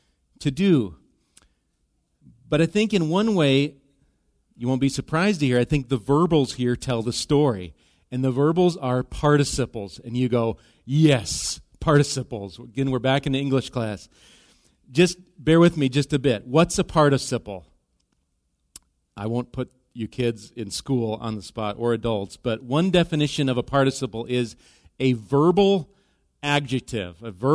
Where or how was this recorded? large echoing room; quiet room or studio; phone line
large echoing room